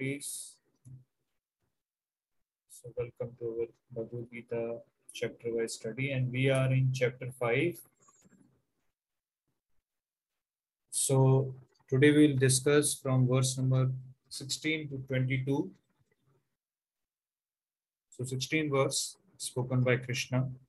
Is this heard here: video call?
yes